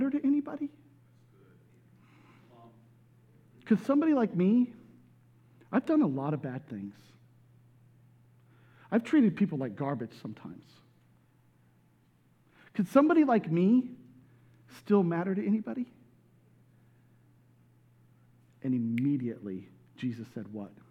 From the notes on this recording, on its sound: This message was recorded at a Sunday service on December 11, 2022 as a part of the Advent series, "He Shall Be Called."